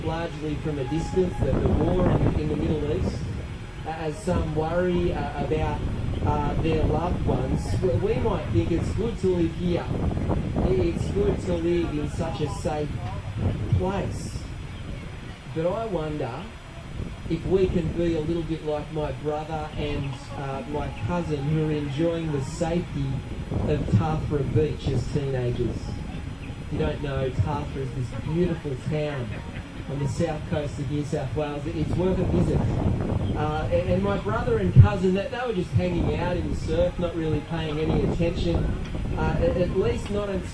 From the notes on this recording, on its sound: Apologies for the audio quality on this recording